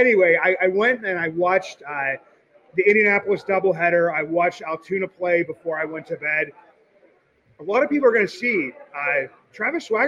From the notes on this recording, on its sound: Goes live from Allegheny City Brewing, in the heart of Deutschtown. For the Pirates Home Opener.